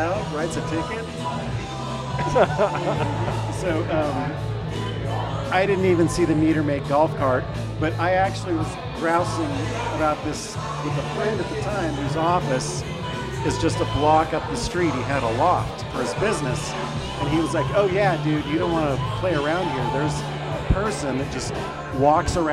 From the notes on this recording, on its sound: Comet Tavern in Capitol Hill. Recorded live at the Comet Tavern on 09/21/2023.